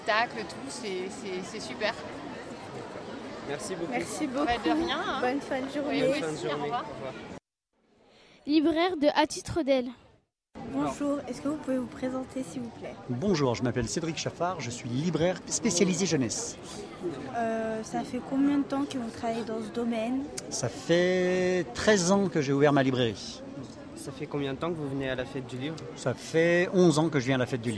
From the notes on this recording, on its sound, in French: Retrouvez l'émission enregistrée au coeur de l'édition 2019 de la fête du livre de jeunesse de Villeurbanne.